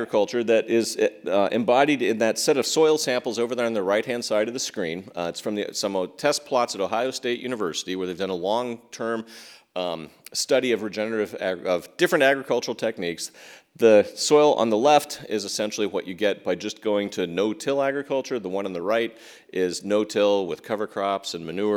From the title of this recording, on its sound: at Town Hall Seattle